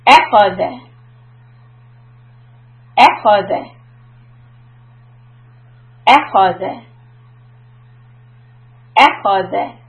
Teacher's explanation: And I'm stretching the last sound too long. So it has to be same amount of time for all the three letters, with the first letter being pushed more.